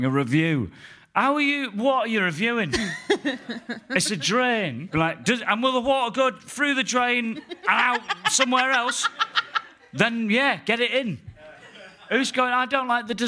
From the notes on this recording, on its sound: Live at the London Podcast Festival 2023. Live from the London Podcast Festival in Kings Place. Recorded by London Podcast Festival and edited by Aniya Das for Plosive.